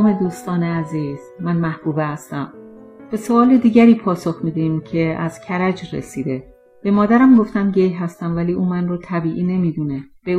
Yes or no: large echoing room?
no